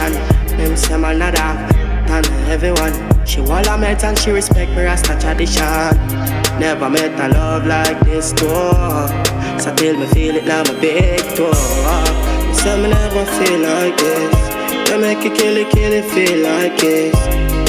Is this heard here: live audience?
no